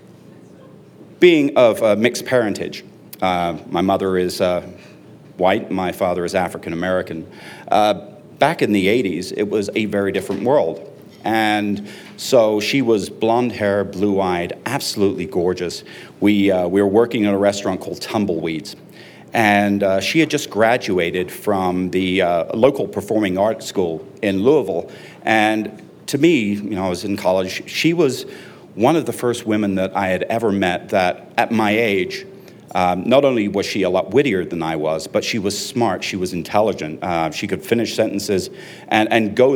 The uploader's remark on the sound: You never know what you'll get when the audience steps up to the mic. You never know what you'll get when the audience steps up to the mic.